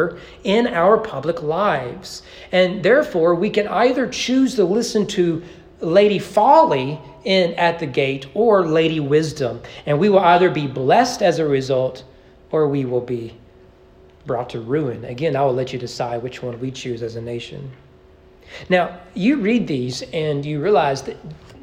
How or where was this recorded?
large echoing room